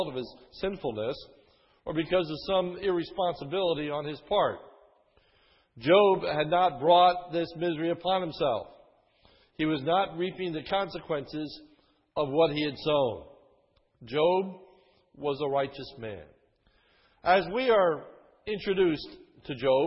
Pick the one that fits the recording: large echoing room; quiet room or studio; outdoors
large echoing room